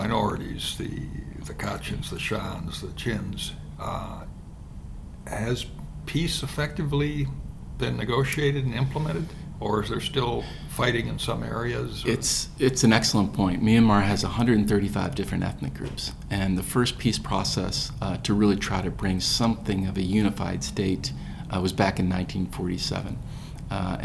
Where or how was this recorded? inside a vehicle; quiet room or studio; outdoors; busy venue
busy venue